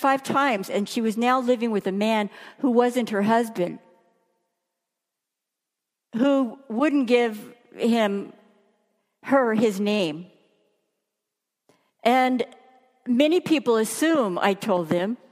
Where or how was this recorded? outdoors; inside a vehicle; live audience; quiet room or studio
live audience